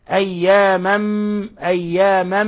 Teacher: ولاحظوا إطباق الشفتين والغنة من الخشوم · Term: إدغام بغنة